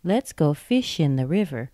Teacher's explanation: Fish gets stressed. In does not.